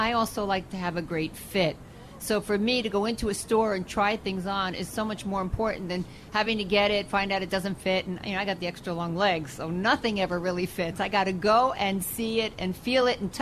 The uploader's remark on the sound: Live Broadcast from Pershing Square New York City